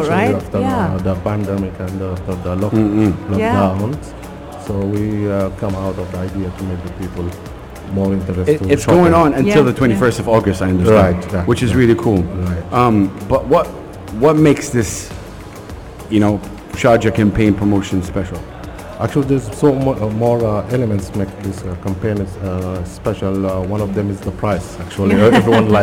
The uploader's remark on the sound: Live from Zero 6 Mall.